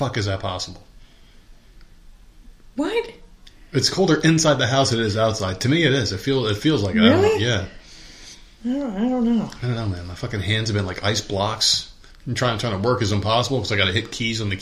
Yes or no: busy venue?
no